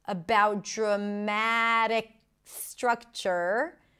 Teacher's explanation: The K sound connects to the S, no breaks there.